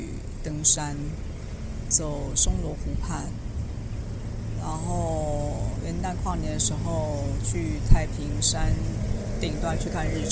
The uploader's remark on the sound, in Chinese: 這一次，我選擇從臺中火車站走到臺南火車站大概152公里這樣的距離。因為我已經累得不想拿出行李翻出麥克風來錄音，所以直接就拿著手機邊走邊錄，你可以聽到旁邊有很多雜音，這些雜音可能包含了火車的聲音、馬路碎石子的聲音、還有鳥叫的聲音、甚至是旁邊有汽機車騎過還有天上飛過飛機的聲音。